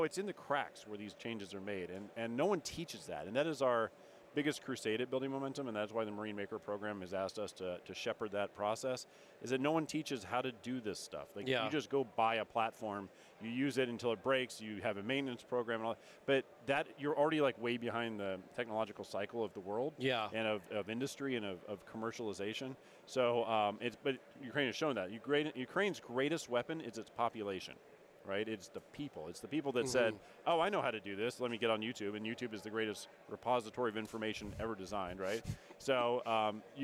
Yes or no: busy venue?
yes